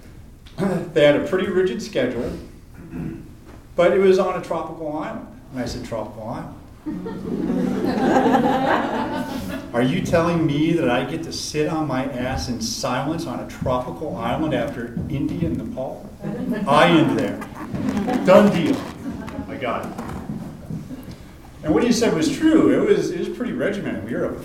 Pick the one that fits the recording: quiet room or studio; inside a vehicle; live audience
live audience